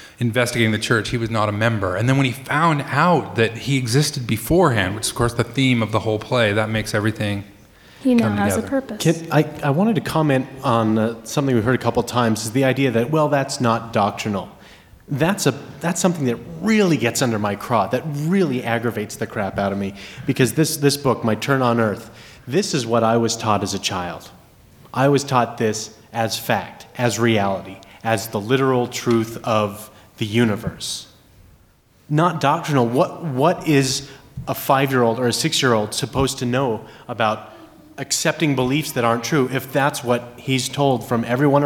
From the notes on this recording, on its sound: This is the live recording on stage at the Salt Lake Downtown library recorded 4/15/12.